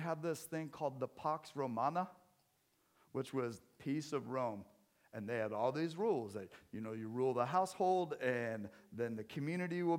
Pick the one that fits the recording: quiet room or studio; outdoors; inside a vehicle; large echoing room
large echoing room